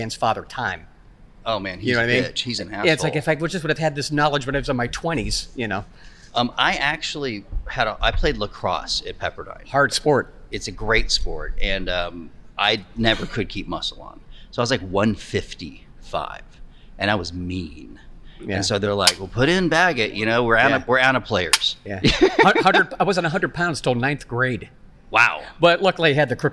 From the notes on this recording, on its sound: On the convention floor, amongst hundreds of vendors, broadcasters and podcasters